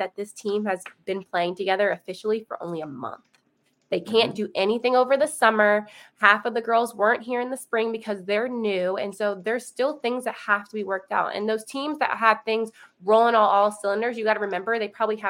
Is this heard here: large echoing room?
no